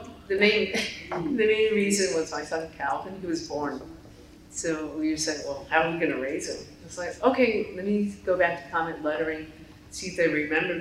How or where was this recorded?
busy venue